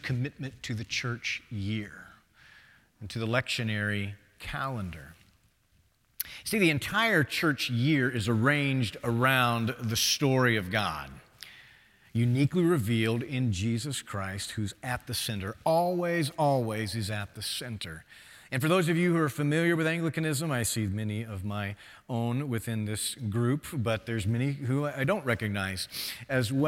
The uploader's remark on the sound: presented by Asbury Seminary Kentucky Chapel, recorded on Wednesday, June 14, 2023 at Asbury Theological Seminary's Kentucky campus